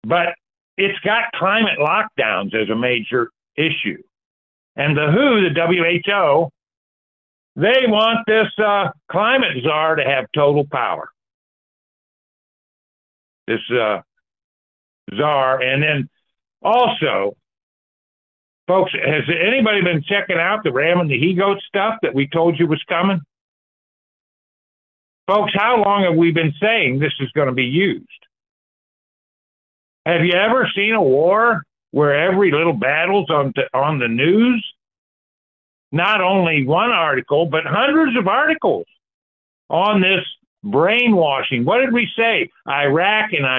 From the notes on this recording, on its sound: Sunday Call In Bible Study January 14, 2024